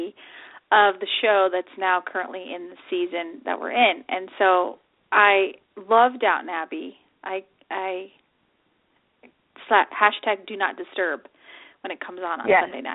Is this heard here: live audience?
no